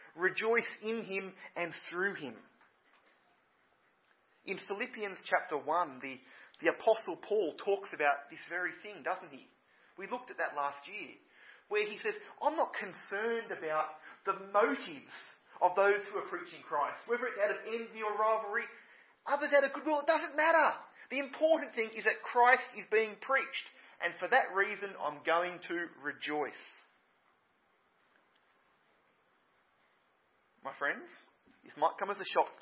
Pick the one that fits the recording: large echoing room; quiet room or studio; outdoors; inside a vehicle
large echoing room